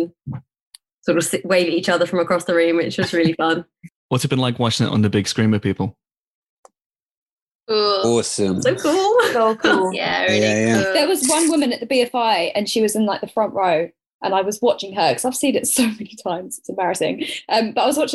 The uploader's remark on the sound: jumps onto Zoom and has a natter